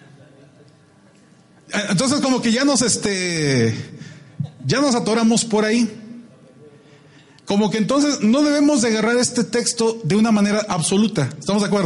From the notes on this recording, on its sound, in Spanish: Audios de la Convocación Nacional de Adoración 2016 de la Iglesia de Dios (7º día).